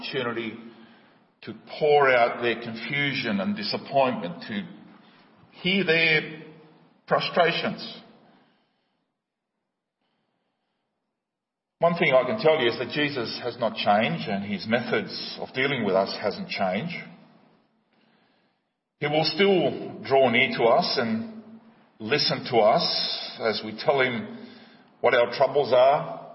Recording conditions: large echoing room